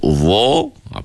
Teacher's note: bila sebut dha, pangkal lidah kita terangkat. Begitu juga dha ni dia bersifat dengan sifat itbaq. · Term: isti'la